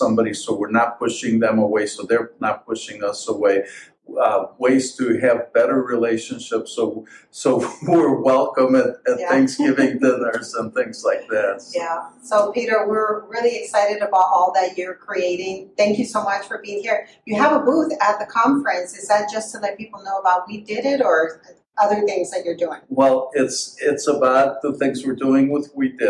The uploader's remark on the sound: on-location interviews from the National Health Association Conference